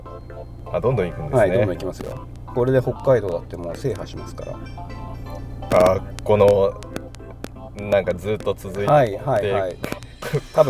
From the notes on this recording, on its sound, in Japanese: 左側ノイズ多くてすみません。